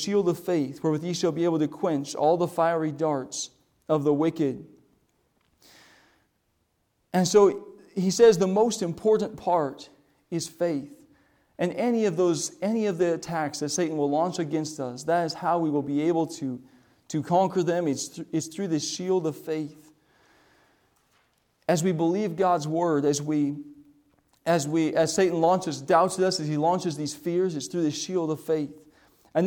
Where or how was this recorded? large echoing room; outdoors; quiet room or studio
large echoing room